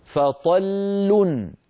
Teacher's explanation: فطل لام ساكنة تتلوها لام مضمومة